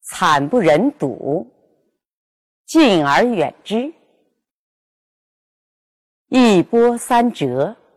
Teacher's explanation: 我的重音是放在了第一和第四个音节上。第二和第三个音节呢，是中音，这叫重、中、中、重格式。